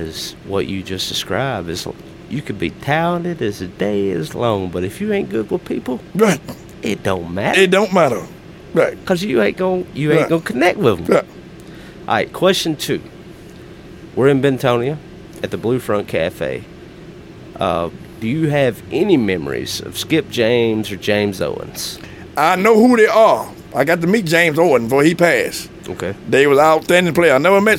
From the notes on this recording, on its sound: during the 50th Annual Blues Festival at the Blue Front Cafe in Bentonia, MS.